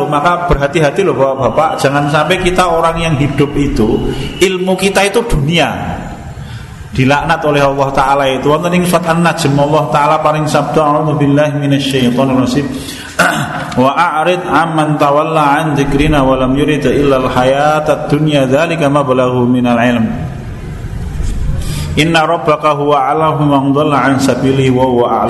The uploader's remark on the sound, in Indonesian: Di Masjid Danunegaran, Mantrijeron, Yogyakarta rutin setiap hari Selasa selepas sholat magrib. Yang diselenggarakan oleh FKAM Yogyakarta dan Takmir Masjid Danunegaran.